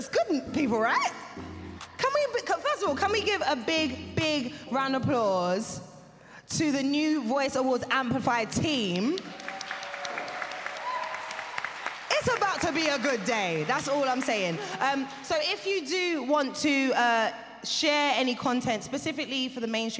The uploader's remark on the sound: SPECIAL EDITION LIVE from The New Voice Awards Amplify. Special edition live recording of The Mainstream Podcast at the TV Foundations New Voice Awards Amplify event.